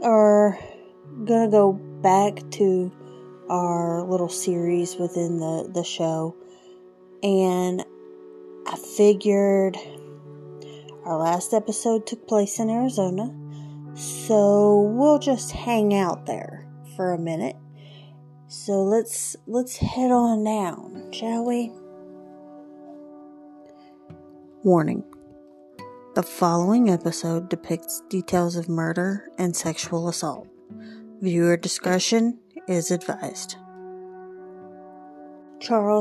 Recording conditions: sounds in the background